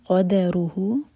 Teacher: قاف ہیوی دال لائٹ رو ہیوی